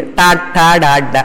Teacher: ట ఆ నాలిక పైకి వెళ్ళి అంగిలి దగ్గర తగులుతుంది, టాఠాడాఢ. మూర్ధ్న్యాది అంటారు వాటిని, టాఠాడాఢ మూర్ధన్యాహ, దీన్ని మూర్ధం అంటారు లోపల పైదాన్ని, ప్యాలెటల్స్ అంటారు. · Term: మూర్ధన్యములు